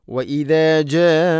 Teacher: ഇവിടെ മദ് മുത്തസിൽ. മുത്തസിൽ വാജിബാണ്, നിർബന്ധമായിട്ടും നാലോ അഞ്ചോ ഹർക്കത്തിൻ്റെ ഖദറിൽ അത് നീട്ടണം.